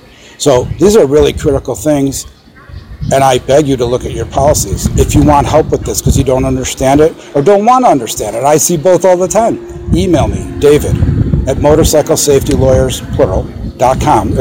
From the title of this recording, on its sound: Live at Hoover Dam!